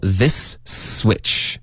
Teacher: 那两个丝的音连着一块 · Term: 连读